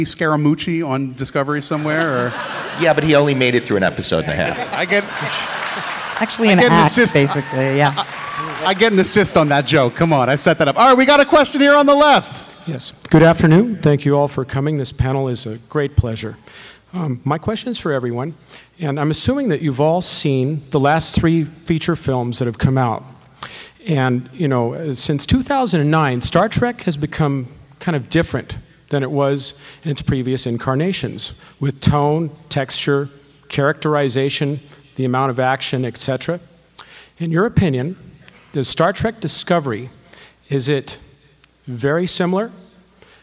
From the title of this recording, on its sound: Star Trek Las Vegas Inside The Discovery Writer's Room Panel